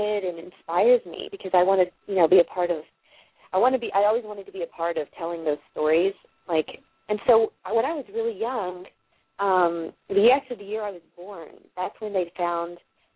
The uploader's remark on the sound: a live call in weekly radio show